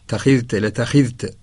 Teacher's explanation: بتخفيف التاء الأولى مع كسر الخاء